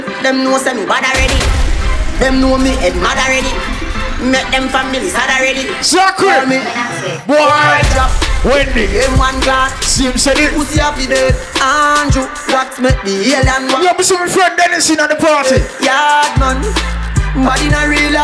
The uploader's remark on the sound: Features Live Audio of Under 30 Minutes With Highlights From Events I Play (Whenever I Feel Like Hit The Record Button).